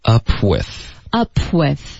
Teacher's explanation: 一旦你的嘴唇爆破发这个 p 的音呢，它就直接嘟起来了，发这个 with 的这个 w 的音